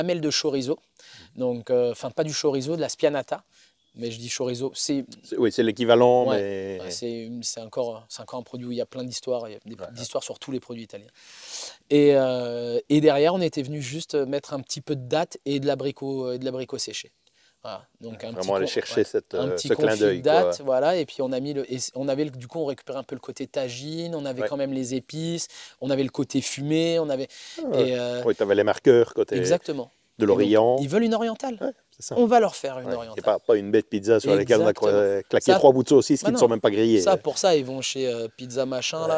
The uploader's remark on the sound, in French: Cet épisode a été enregistré lors du second Master Camp Traeger France le 15 octobre 2023.